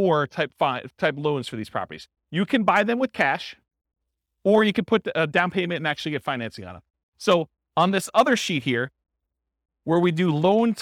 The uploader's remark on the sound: This was a live class recorded